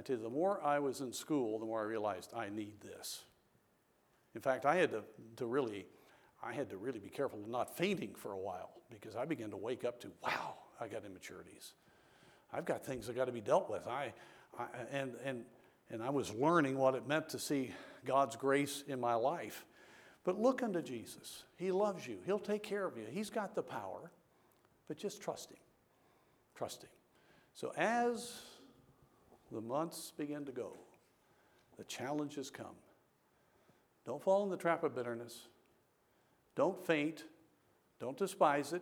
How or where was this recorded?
large echoing room